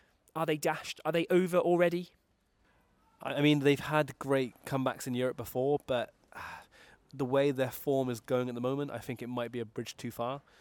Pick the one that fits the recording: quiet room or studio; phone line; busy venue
busy venue